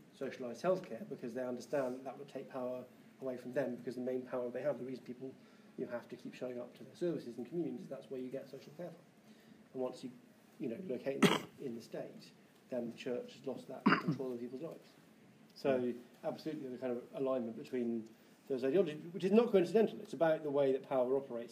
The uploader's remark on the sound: Takes audience questions after the talk (the talk itself was not recorded).